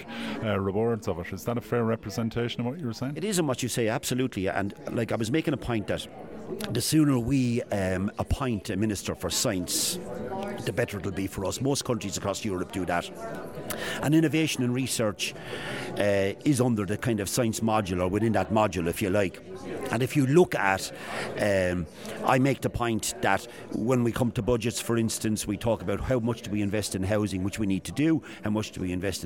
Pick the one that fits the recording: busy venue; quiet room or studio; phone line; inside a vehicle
busy venue